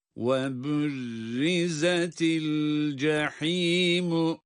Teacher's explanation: el cahimu kelimesinde ha boğazın ortasından boğaz sıkılarak çıkan harftir.